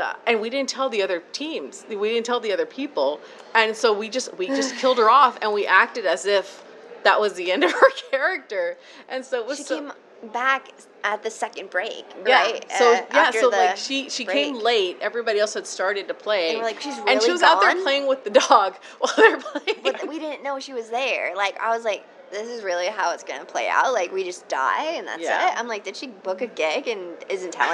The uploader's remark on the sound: SDCC 2023 Interview. Enjoy the ambient background noise that is San Diego Comic Con!